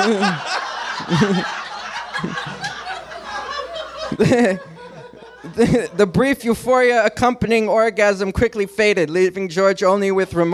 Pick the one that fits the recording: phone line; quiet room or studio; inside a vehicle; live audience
live audience